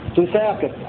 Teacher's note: وروى حفص بضم التاء وتخفيف السين وكسر القاف